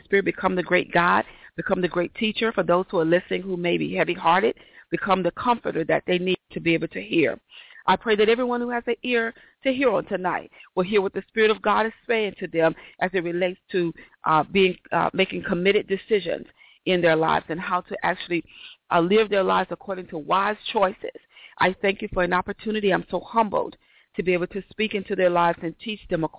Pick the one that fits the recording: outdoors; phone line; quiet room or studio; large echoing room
phone line